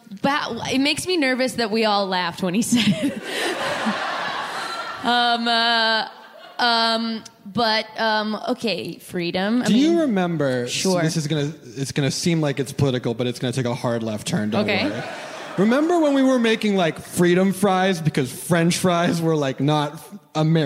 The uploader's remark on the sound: OFF BOOK Live! From the REACH Festival at the Kennedy Center. With a performance of the brand new musical.